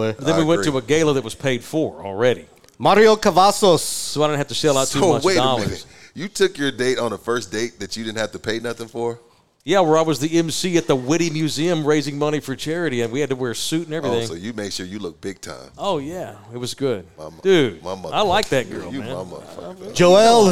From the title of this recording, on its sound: Live at Texas Cheer Liquor